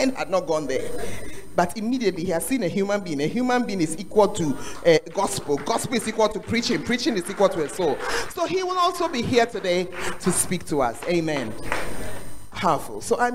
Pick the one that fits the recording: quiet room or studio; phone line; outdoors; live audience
live audience